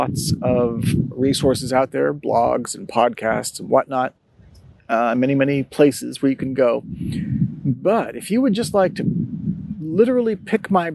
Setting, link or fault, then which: setting, outdoors